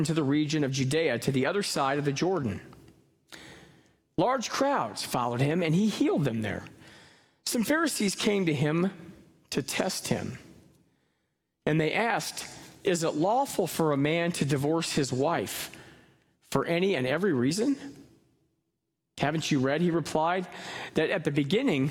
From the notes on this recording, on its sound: Live from our Celebration Ministry Center